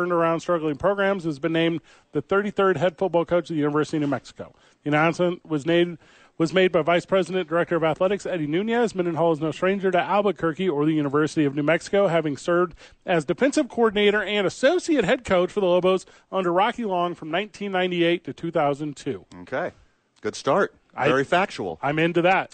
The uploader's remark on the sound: live from the YMCA